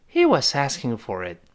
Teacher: 那个 t 做动作，但是那个 t 不喷气了 · Term: 失爆